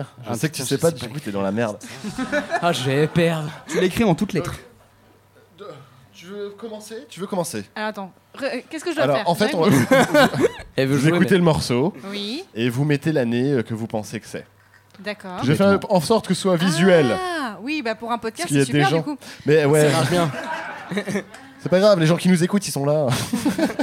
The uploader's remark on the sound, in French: live devant un public affamé